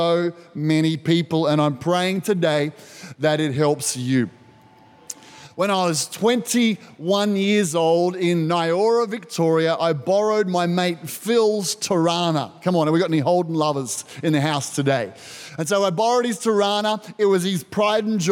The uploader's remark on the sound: This was recorded in our 9am service on the 27th of February, 2022